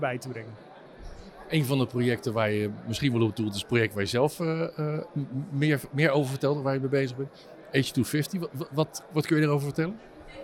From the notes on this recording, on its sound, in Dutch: Bij het iTanks Waterstof010 Café op 14 april 2023